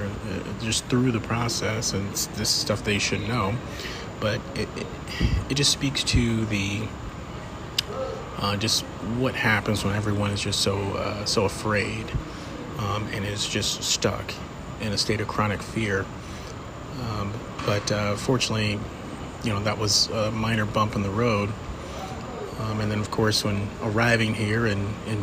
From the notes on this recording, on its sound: Apologies for the airport sound quality.